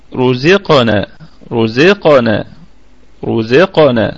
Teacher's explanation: طيب فيها قلقلة طبعا صغرى في القاف، فيها قلقلة صغرى لأنها في ساكنة في وسط الكلام